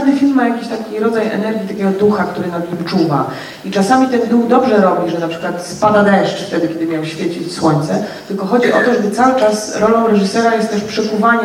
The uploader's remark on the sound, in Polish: nagrany został w katowickim kinie Światowid 21 marca podczas przedpremierowego seansu